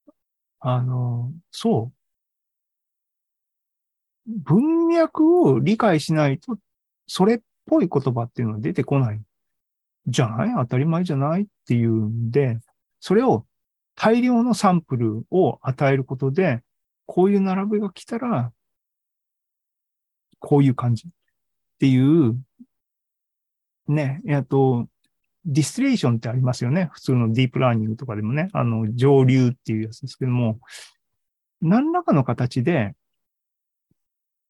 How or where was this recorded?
video call